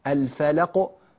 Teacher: فلاق ق هكذا يدوب تلمس الحرف، يلمس أقصى لسانك أعلى الحنك الفلق وينتهي نطق القاف · Term: قلقلة